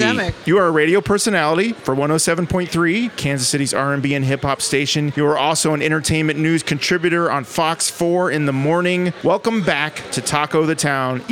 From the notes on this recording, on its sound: MISSION TACO JOINT-PARK PLACE! On Location!